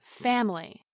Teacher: Now let's look at the word family, with its three vowels of A, I, and Y. The stress is on the first syllable, fam. Over time, the vowel I relaxes so much that we drop the whole syllable and turn it into family. · Term: word stress